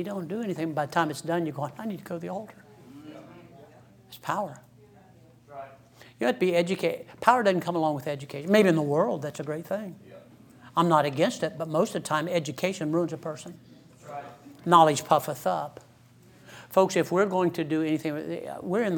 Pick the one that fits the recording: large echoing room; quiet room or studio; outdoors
large echoing room